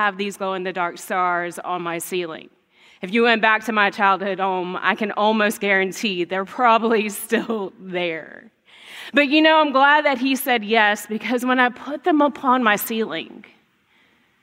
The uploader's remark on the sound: The message recorded live at Covenant.